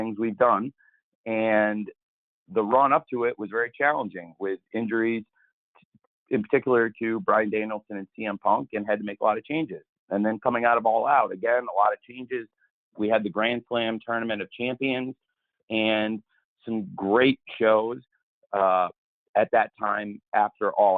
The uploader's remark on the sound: ROH Final Battle Media Conference Call